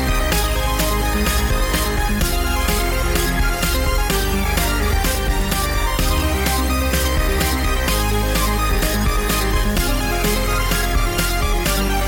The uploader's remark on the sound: we were still working on some sound issues when we recorded this episode, so the sound quality is not great